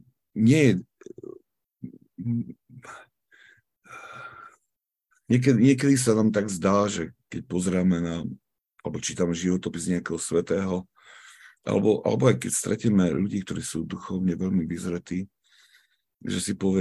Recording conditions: video call